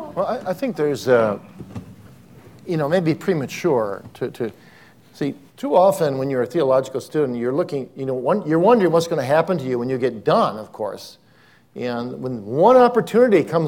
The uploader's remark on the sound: Welcome back to Westminster Theological Seminary, nestled in the quaint city of Glenside, Pennsylvania where the Preaching Conference is still underway. Students have submitted thought-provoking questions to our LIVE panel.